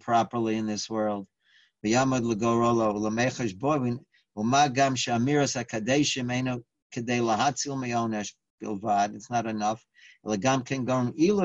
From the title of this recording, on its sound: Live On Zoom